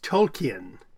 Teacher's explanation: with a slight elision between the E and the N, blurred together